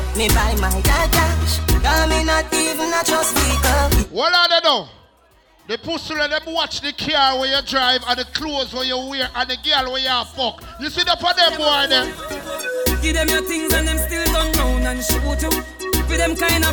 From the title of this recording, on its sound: LIVE AT GOVERNMENT BIMMA PARTY 26TH DEC 2021